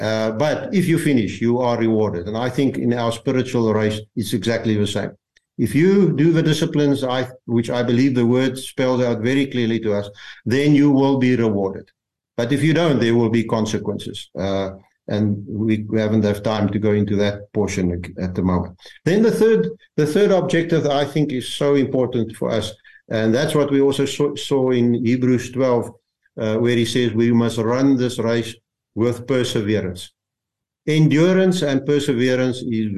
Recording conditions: video call